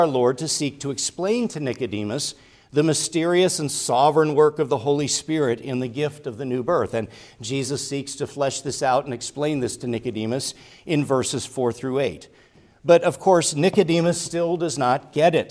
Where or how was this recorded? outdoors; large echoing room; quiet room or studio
large echoing room